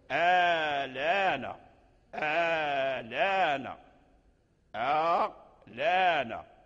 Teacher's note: نافع يحرك اللام الساكن في الآن بحركة الهمزة التي بعده، ويحذف الهمزة فتصير آلانا، آلانا، آلانا. · Term: النقل